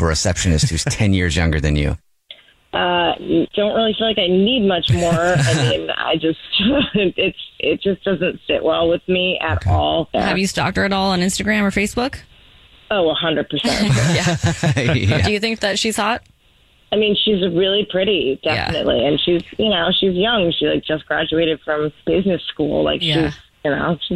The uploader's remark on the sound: on the phone